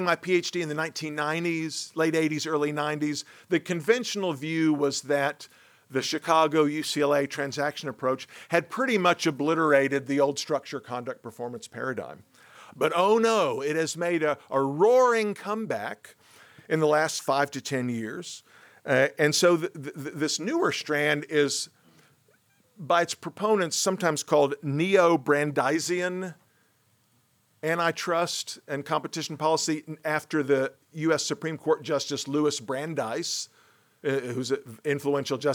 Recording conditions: large echoing room